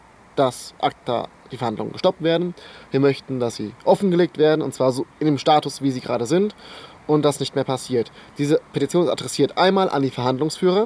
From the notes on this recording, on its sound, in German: Der Podcast wurde während des Bundesparteitags in Bingen am Rhein im Schatten des. Man hört auch Vogelzwitschern und Hubschrauber.